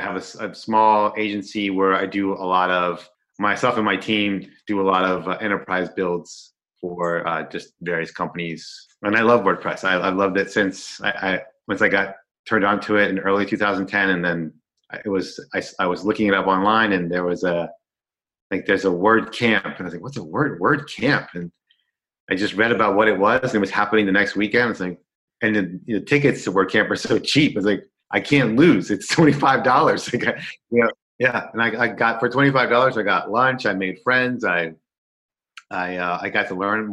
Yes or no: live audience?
no